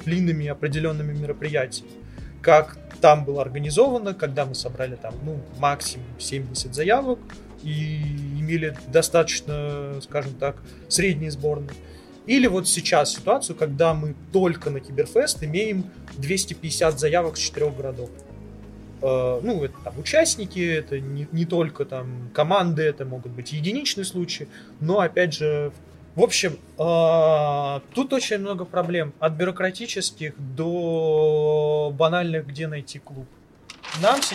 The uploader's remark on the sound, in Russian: Интервью было записано во время Киберфеста. Специального фестиваля Киберспорта внутри ВШЭ.